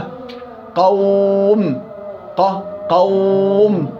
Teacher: طيب يخرج من الشفتين حال انضمامهما مع انفراجهما، بنضم مع انفراج بينهما، ما بتسكروا، اللي هي الواو غير المادية. و ها انضمام الشفتين مع عدم اغلاقهم، مع انفراجهم يعني.